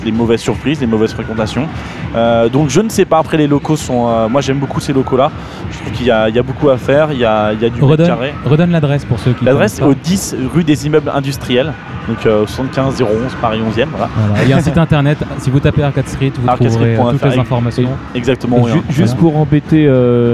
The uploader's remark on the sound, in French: Entrez dans ce podcast enregistré dans la folie d'un rassemblement de canards ! J'ai pu jouer les ingénieurs son.